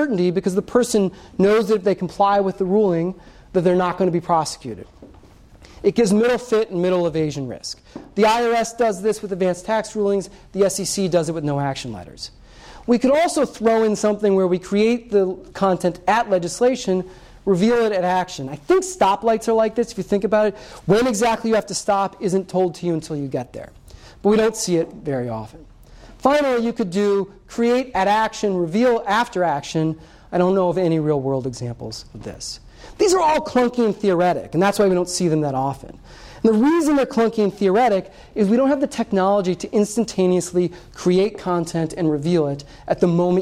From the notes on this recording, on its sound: This Coase Lecture was presented on February 21, 2017.